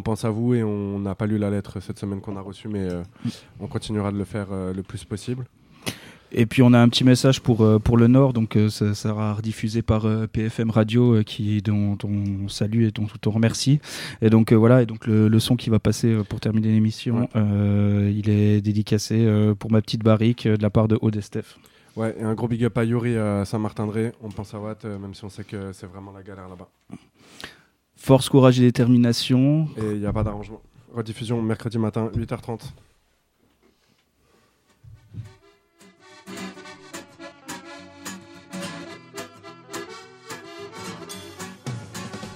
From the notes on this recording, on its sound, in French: Discussion au téléphone avec une personne qui vient de sortir du centre de semi-liberté (CSL) de la Talaudière.